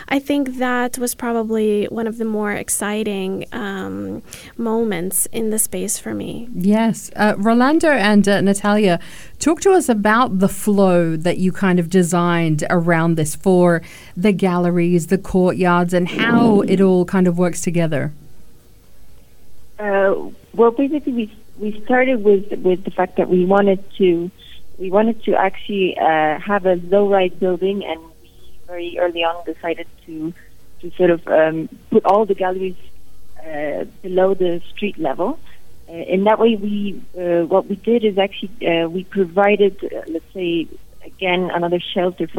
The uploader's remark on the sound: Crosses live to Mexico City to speak to the Aidia studio Architects.